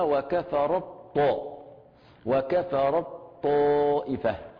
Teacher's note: ثم أجمعوا على إدغام التاء في الطاء والطاء في التاء، إذن التاء في الطاء كقوله تعالى وكفر الطائفة، أبدلنا التاء طاء وأضغمنا الطاء في الطاء · Term: إدغام كامل